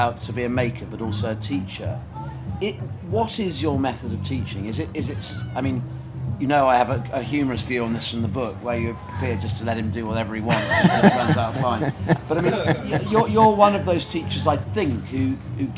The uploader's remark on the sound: In front of a live audience at The Good Life Experience.